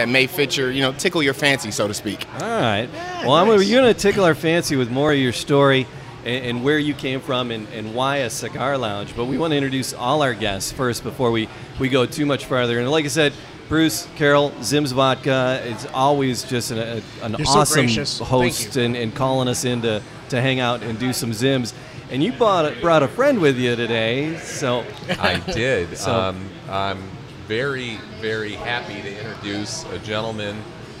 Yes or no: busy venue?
yes